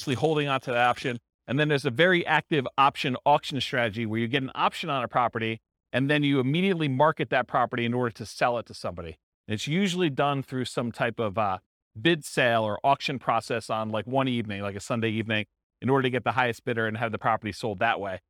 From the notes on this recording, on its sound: This was a live class recorded